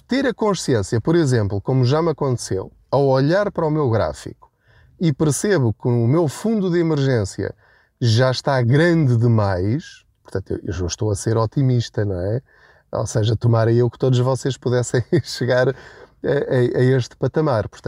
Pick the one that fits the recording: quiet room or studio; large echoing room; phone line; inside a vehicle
inside a vehicle